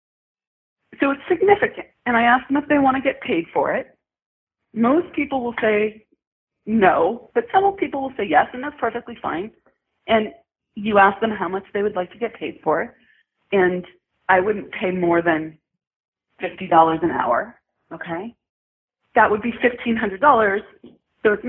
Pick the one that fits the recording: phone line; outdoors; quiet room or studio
phone line